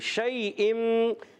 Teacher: شیئم، شین کی ادائیگی، شین ادا ہوتا ہے وسط زبان، وسط تالو، زبان کے درمیان اور تالو کے درمیان سے شین ادا ہوتا ہے